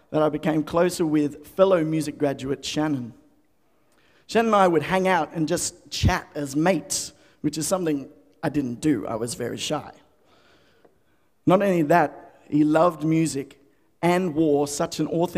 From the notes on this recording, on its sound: The FaithFeed Live Studio Audience.